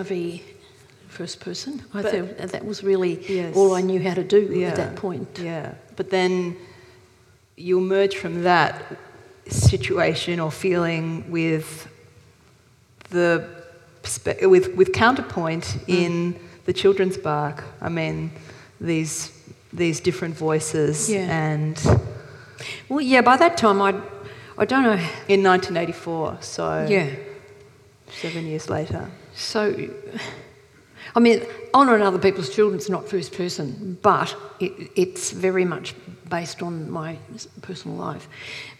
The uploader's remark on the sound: This is a live recording from our event.